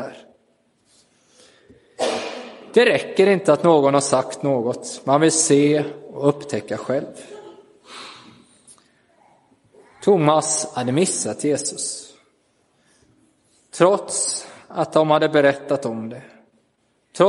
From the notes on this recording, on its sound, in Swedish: Inspelad i Roseniuskyrkan den 16 april 2023.